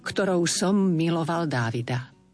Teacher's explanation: Tam máme dve M, to znamená, že predlžíme vyslovenie toho prvého, ktorou som miloval Dávida.